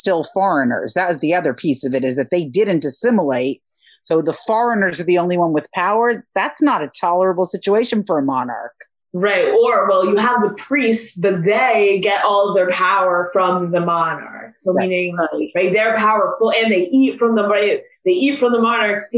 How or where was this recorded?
video call